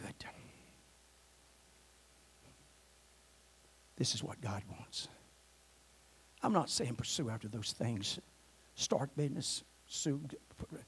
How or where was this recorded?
large echoing room